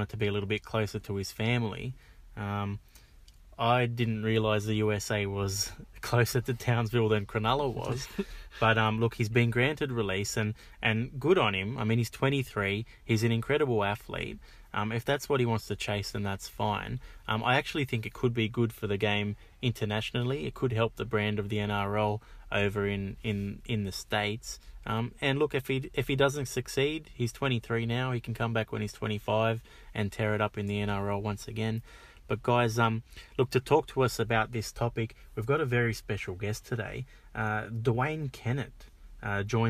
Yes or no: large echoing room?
no